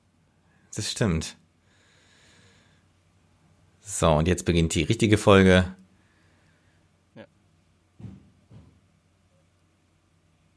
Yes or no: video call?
no